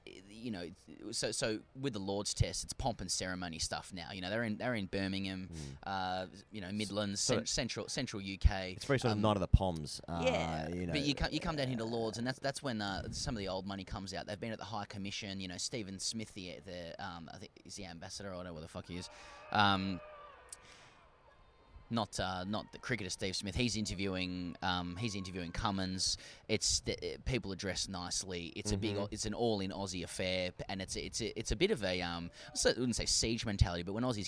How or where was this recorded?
busy venue